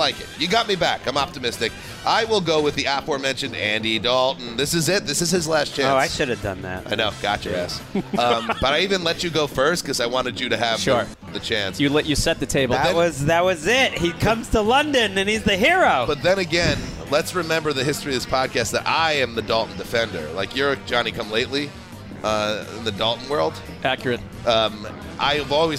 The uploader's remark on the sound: A table at the Wilton Arms pub in Knightsbridge